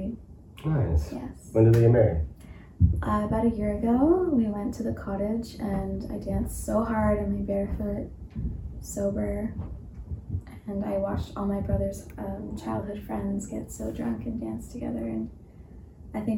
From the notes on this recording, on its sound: bad audio